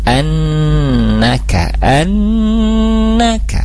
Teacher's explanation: nun bertasdid, jangan lupa untuk ditahan 3 harkat kemudian di alirkan ke rongga hidung · Term: gunnah musyaddadah